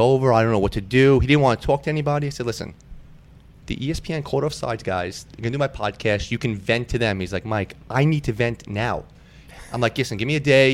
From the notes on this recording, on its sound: Join me live from Jack Demsey’s.